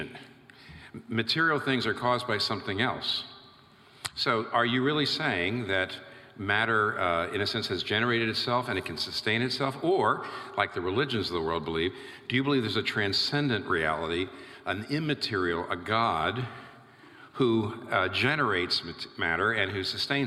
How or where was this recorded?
live audience